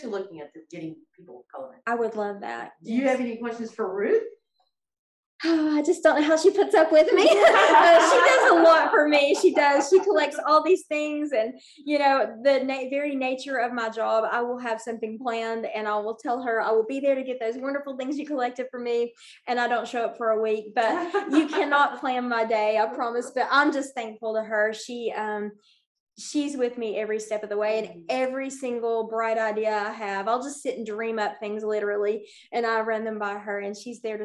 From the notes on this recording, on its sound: It took place via Zoom. Produced by the McKinney Center in Jonesborough, Tennessee.